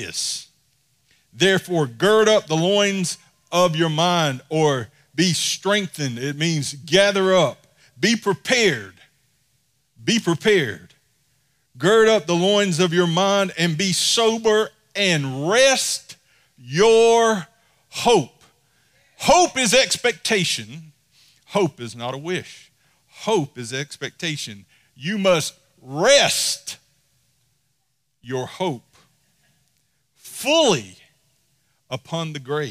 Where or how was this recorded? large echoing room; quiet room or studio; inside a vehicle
large echoing room